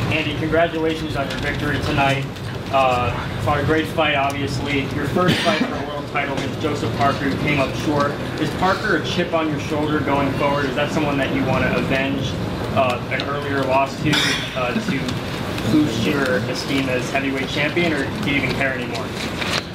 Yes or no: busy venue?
yes